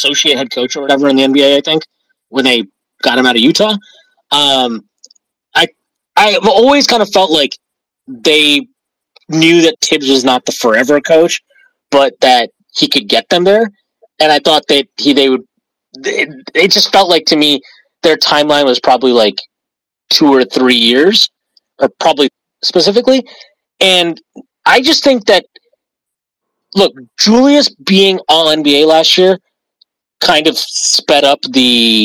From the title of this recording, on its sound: Live Post-Game Spaces Q&A